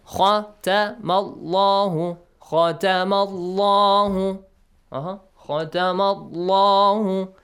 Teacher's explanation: All are short vowels. Only la, it's a long vowel, but it's kind of short one.